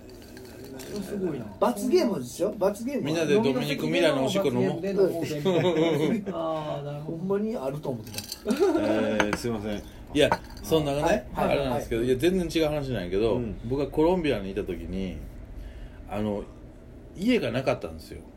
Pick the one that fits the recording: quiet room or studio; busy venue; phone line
busy venue